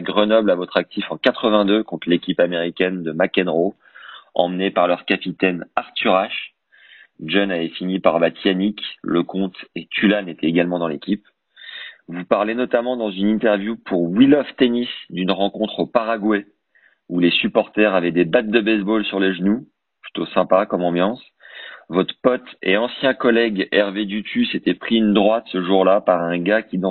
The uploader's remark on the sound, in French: j'enregistre l'appel téléphonique donc le son est à l'ancienne